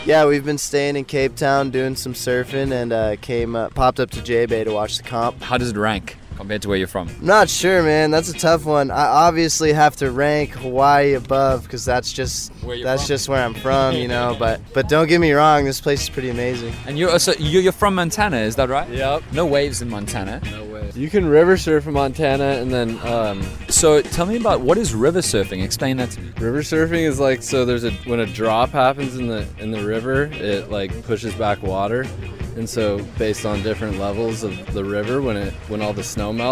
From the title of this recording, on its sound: Live At The J Bay Open